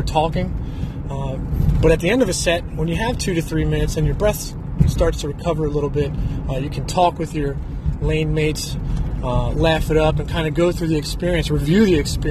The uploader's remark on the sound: I'm so new to the podcast game that I just downloaded an app two days ago. I recorded myself this morning for 10 minutes on the commute from the gym to work. It's so raw I didn't even listen to it yet. Therefore, I'm not going to take the time to listen and edit.